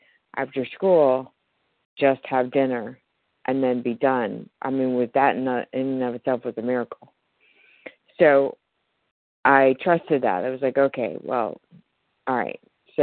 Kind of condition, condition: link, phone line